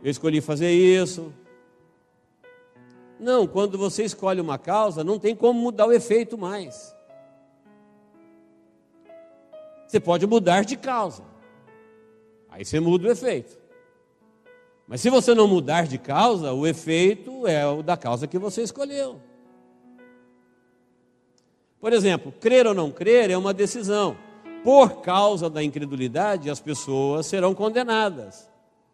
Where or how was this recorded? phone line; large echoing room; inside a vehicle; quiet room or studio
large echoing room